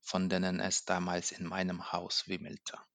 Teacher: am Ende der Aussage ist seine Stimme sehr stark abgefallen und das ist etwas sehr Typisches für das Deutsche. · Term: Intonation